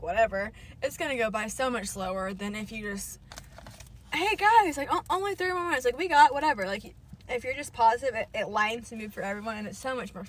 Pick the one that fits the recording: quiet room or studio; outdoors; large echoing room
outdoors